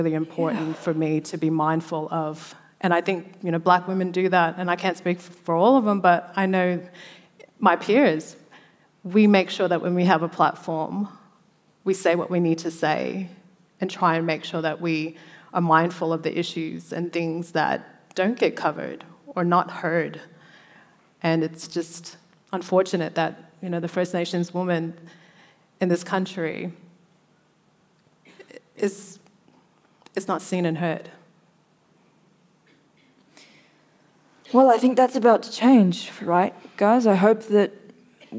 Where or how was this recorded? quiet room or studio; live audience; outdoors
live audience